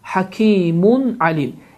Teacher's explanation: Fikir verirsinizsə, Həkimun sözün sonunda tənvin damma vardır və tənvin dammadan sonra ayn hərfi gəldiyi üçün həmin bu tənvin damma açıq-aşkar, yəni izharla oxunur